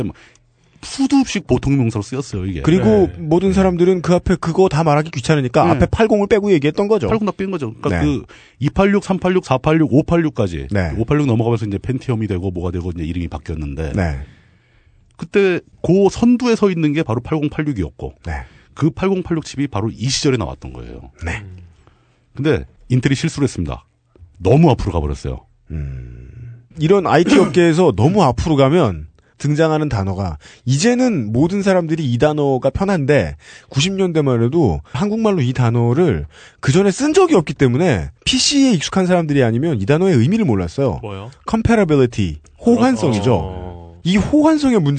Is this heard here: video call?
no